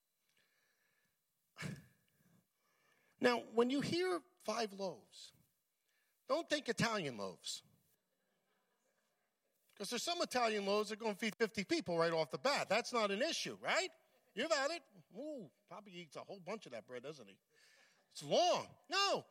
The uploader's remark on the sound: at Full Gospel Church Livingston, NJ.